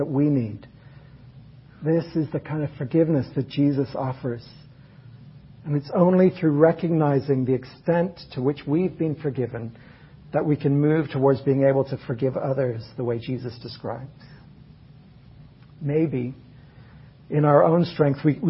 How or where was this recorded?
large echoing room